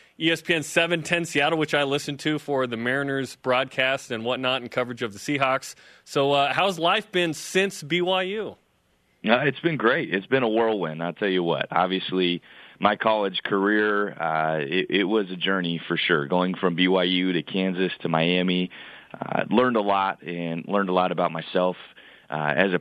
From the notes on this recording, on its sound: joined over the phone